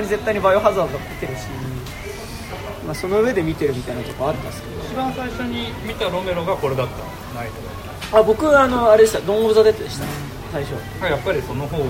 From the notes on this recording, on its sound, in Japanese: 居酒屋での録音のため雑音がかなり入っています